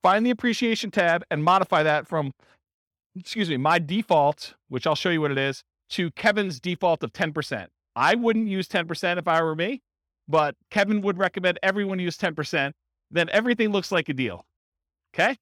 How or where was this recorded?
live audience